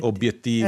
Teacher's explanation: in certi italiani d'Italia vengono pronunciate le due B